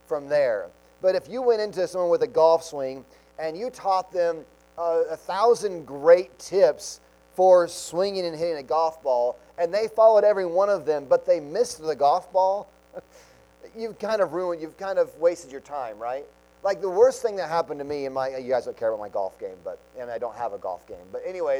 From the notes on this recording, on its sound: Sunday Morning Sermon Audio